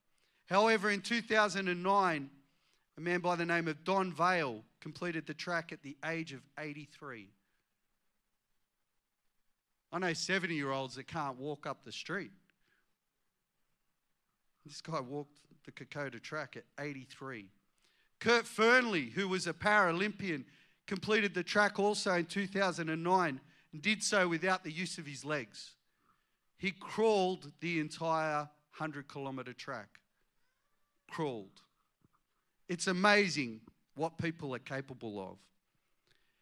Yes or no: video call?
no